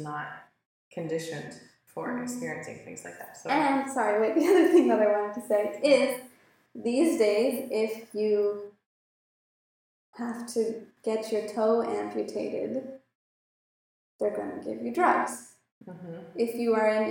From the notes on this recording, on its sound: We had some technical difficulties, and the audio quality is not ideal. It's pretty fuzzy for the first 10 minutes, but gets better after that.